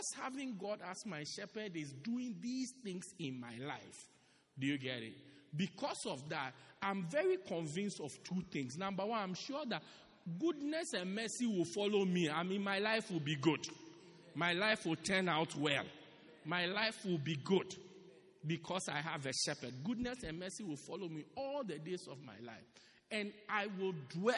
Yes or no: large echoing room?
yes